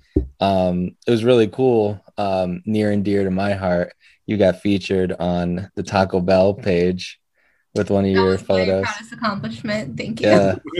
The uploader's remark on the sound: Recorded Live on Zoom